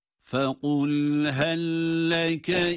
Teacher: Heldeki lam cezimli, lekedeki lam üstün harekeli. Bu durumda cesimli olan lamı, harekeli olan lam harfine idgam ediyor. Katıyoruz yani, ona bağlıyoruz.